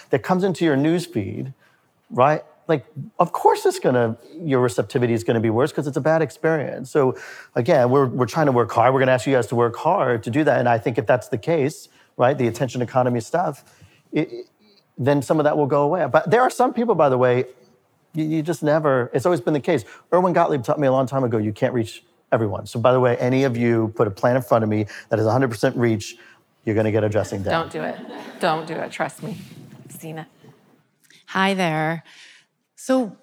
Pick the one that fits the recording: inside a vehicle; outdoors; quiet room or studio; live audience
live audience